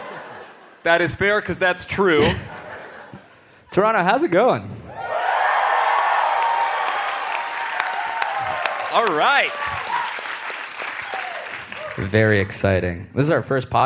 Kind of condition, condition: setting, live audience